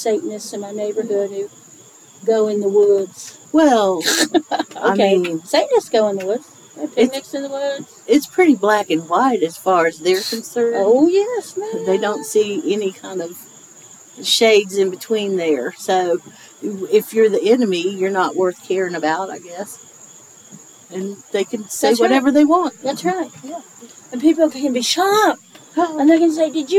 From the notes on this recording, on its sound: Recorded this episode on the porch on the day of the fall equinox, & you can hear the satisfaction in their voices now that the summer heat is mostly gone.